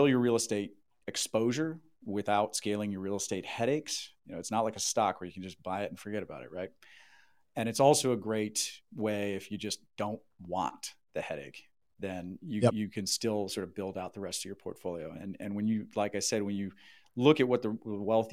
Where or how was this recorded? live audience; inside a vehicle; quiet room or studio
quiet room or studio